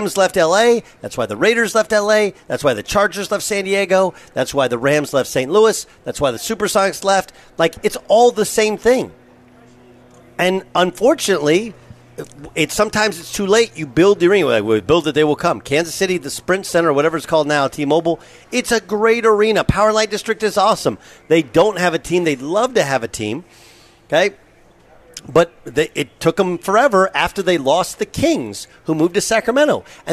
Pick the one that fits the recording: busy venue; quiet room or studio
busy venue